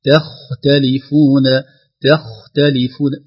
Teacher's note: التاء حرف رقيق، الخاء حرف فخيم، ثم التاء رقيق